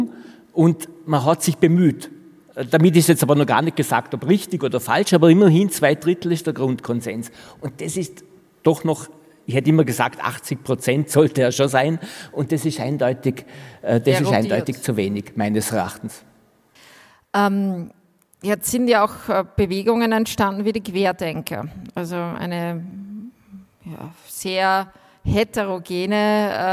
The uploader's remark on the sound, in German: Live vom FAQ Bregenzerwald 2021